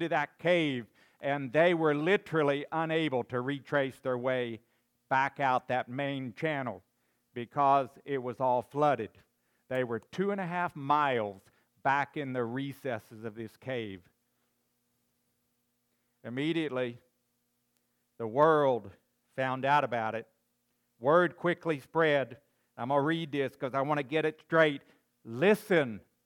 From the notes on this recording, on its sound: recorded on September 10, 2022, at Ringgold Seventh-day Adventist Church.